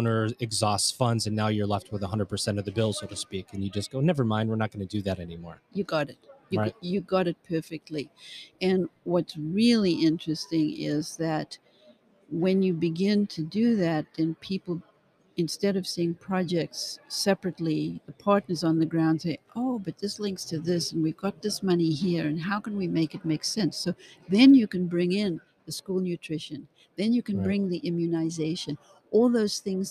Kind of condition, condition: setting, busy venue